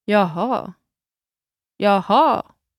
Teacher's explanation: puts the stress on the first vowel